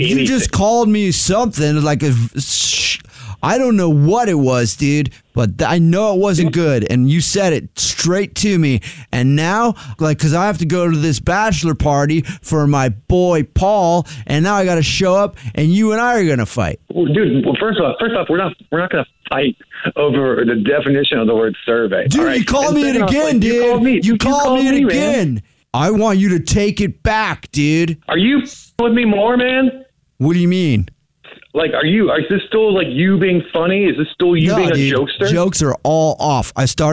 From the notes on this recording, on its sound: In today's Phone Prank